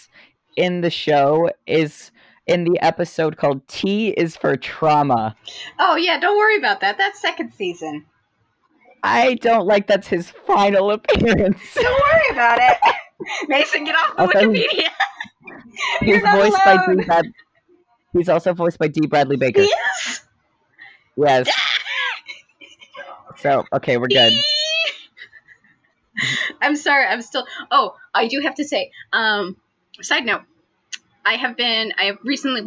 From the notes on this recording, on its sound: Sorry for the poor audio quality! We ended up using built-in mics on our computers for this round. On the plus side, the audio actually lines up and isn't glitchy!